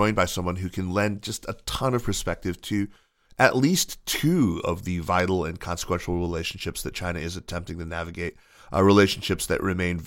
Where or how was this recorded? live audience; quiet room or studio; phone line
quiet room or studio